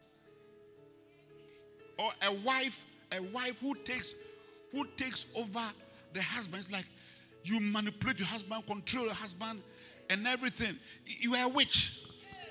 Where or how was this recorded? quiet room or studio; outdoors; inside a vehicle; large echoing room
large echoing room